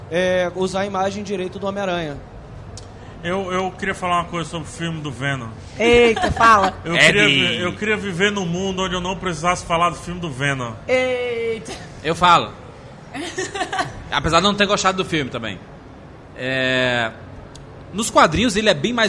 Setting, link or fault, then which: setting, busy venue